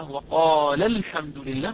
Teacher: كذلك وقال الحمد لله، عند الوقف وقال الحمد لله، ولكن عند وصلها نقرأها وقال الحمد لله، سقط حرف المد الأول الساكن · Term: التقاء الساكنين